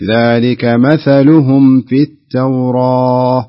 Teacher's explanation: الميم بعدها الفاء هذا يظهر